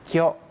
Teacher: จะเกี่ยวข้องกับตัวพยัญชนะยะยุโยะขนาดเล็กครับยะยุโยะขนาดเล็กหลักการก็คือเอาพยัญชนะตัวอักษร2ตัวเนี่ยนะครับตัวหนึ่งนะครับอยู่ข้างหน้าแล้วอีกตัวหนึ่งเนี่ยนะครับก็คือยะยุโยะที่มีขนาดเล็กเนี่ยอยู่ข้างหลังเนี่ยนะครับแล้วก็ควบรวมกันแล้วก็ออกเสียงพร้อมกันเสียงสั้นนับ1ช่วงเสียงนะครับ1จังหวะเพราะฉะนั้นอย่างเช่นตัวแรกคินะครับแล้วก็ตัวที่2เนี่ยเป็นยะเล็กถ้าเกิดว่าเป็นยะขนาดปกติก็จะออกเสียงว่าคิยะแต่ว่าถ้าเป็นยะเล็กเนี่ย ต้องเอาคิกับยะเนี่ยนะครับควบรวมกันนะครับแล้วก็ออกเสียงสั้นนับ1 · Term: เสียงควบ